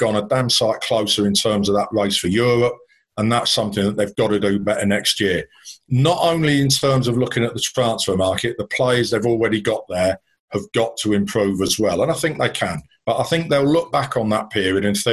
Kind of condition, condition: link, video call